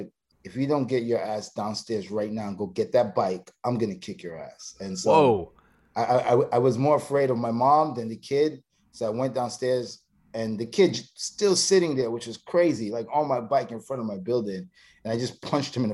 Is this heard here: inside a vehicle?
no